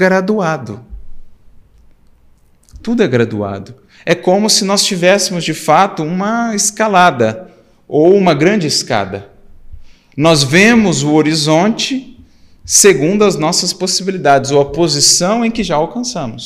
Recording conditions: large echoing room